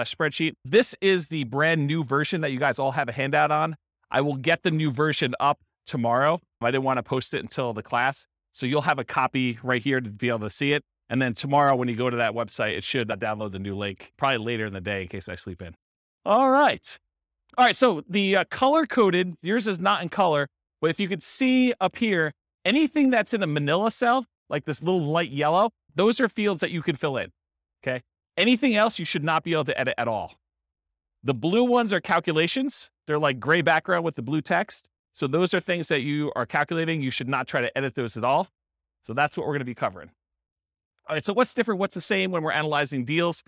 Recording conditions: live audience